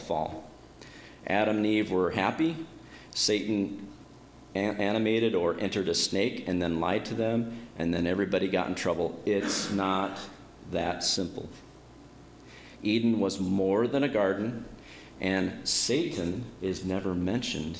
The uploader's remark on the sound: My dad preached today at our church. He recorded it.